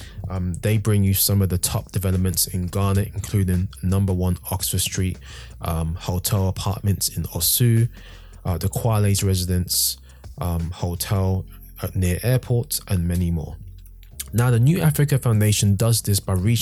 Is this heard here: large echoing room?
no